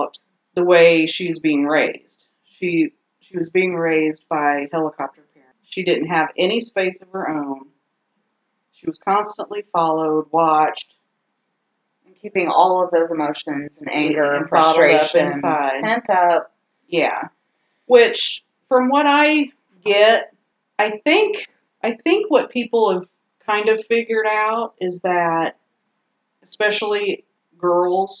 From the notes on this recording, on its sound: Audio still SUCKS! Crank up that volume.